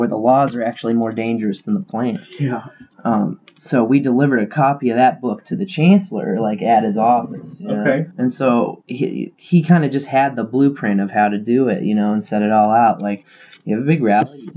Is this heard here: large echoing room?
no